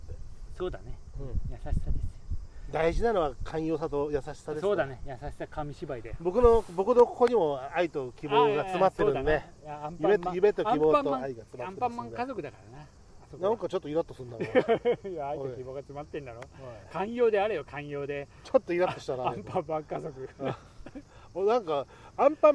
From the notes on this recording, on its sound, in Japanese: 午後の河原にて。時折風の音が混じってお聞き苦しいところもあると思いますがご容赦ください。